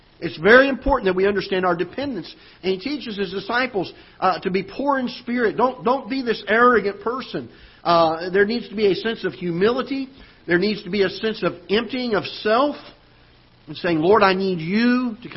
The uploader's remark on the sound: Ketha Heights Baptist Church ~ Live Broadcast